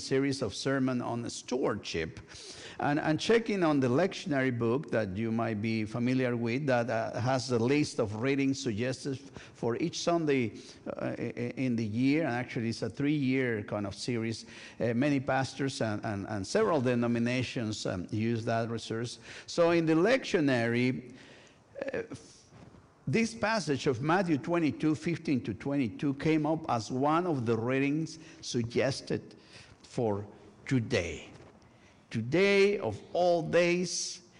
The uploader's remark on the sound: This week's service, recorded live on October 22, 2023. We are located at 12550 Van Nuys Blvd.